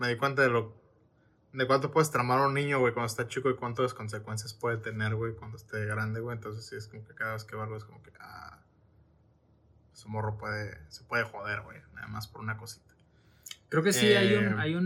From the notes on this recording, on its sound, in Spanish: Este Jueves tuvimos fallas técnicas así que se van a tener que aguantar con un audio de no tan buena calidad